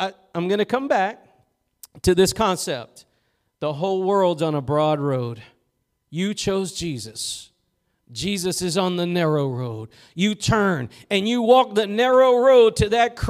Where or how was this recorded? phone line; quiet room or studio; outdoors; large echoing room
large echoing room